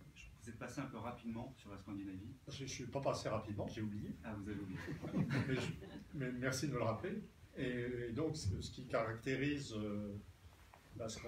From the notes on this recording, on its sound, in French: Désolé pour la mauvaise qualité sonore, la carte de mémoire du micro qui devait assurer la qualité s'est vite retrouvée saturée